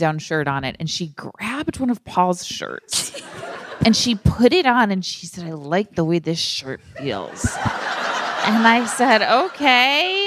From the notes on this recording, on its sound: Recorded LIVE from Largo in LA